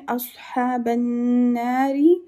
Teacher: the ashaban ba will be joined with the noon, and noon has a tajdeed, so it will be most complete gunna. Na will be two haraka long in nari.